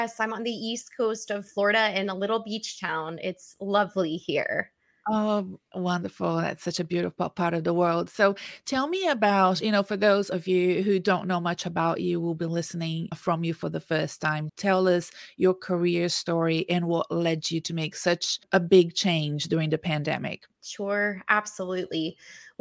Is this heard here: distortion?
no